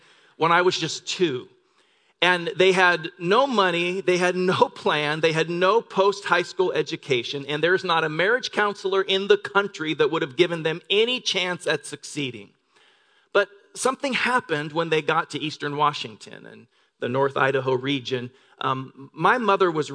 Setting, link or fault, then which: setting, large echoing room